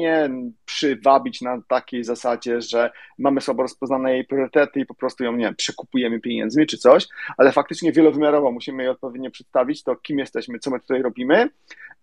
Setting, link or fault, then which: link, video call